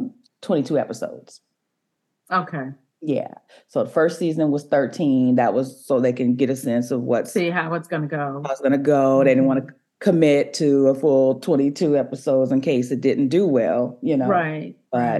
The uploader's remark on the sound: During this Pick My Brain Script Consulting Zoom call